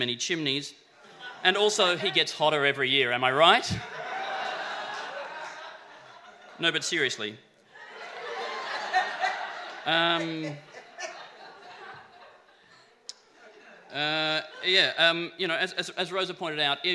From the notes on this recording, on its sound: Recorded at Howler, December 12th. Sci Fight Science Comedy Debate is a bi-monthly science and comedy debate held at Howler Bar, Brunswick in Melbourne.